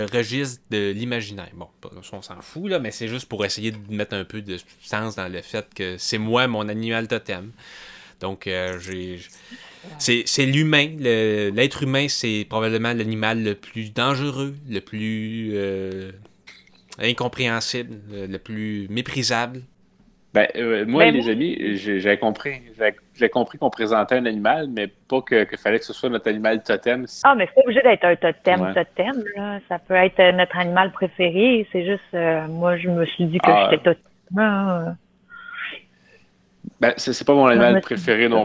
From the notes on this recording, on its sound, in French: Qui malheureusement fut l'objet d'ennui technique durant l'enregistrement.